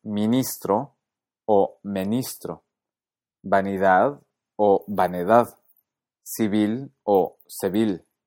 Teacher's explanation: en sílabas átonas, es decir, las que no llevaban el acento, se permitía cierta flexibilidad en las vocales E, I, U y O